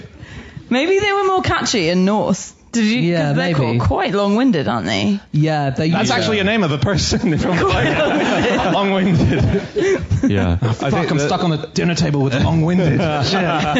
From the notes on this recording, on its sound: In a special live episode for the Chortle Comedy Book Festival.